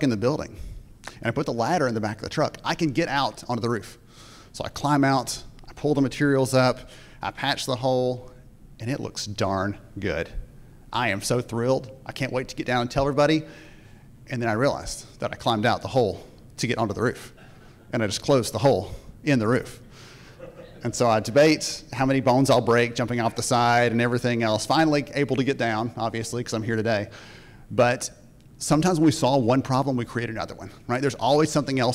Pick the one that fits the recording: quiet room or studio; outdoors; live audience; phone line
live audience